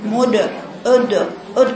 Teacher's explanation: تأثرتي بالضمة اللي قبلها فقرأت الدال المقلقلة مشوبة بالضم